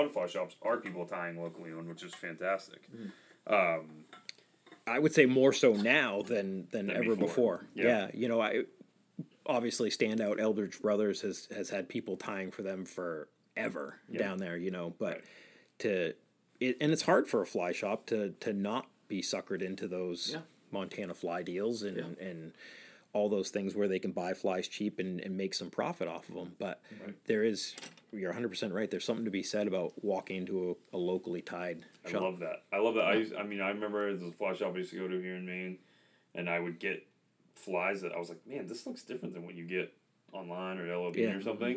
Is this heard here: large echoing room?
no